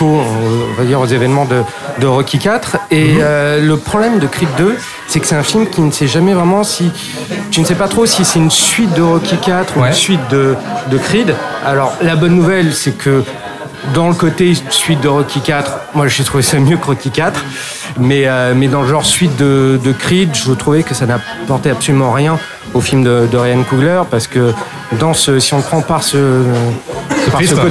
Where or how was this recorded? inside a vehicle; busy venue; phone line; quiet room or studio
busy venue